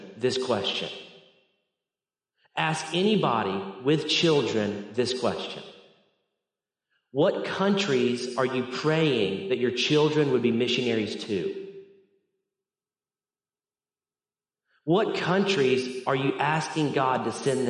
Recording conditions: large echoing room